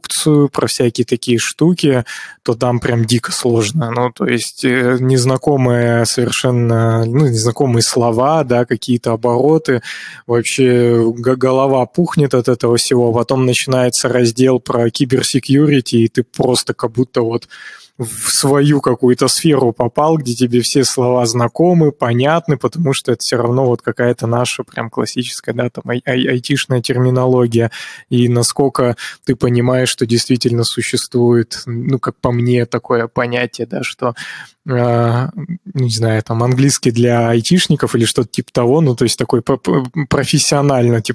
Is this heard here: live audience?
no